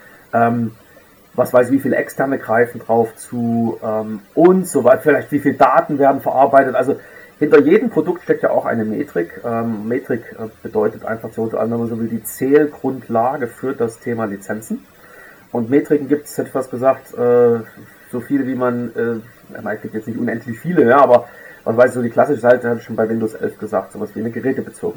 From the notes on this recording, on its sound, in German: Auf Grund technischer Probleme ist die Tonqualität leider nicht optimal.